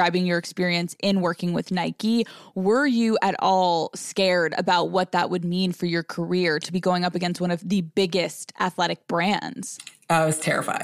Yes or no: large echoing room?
no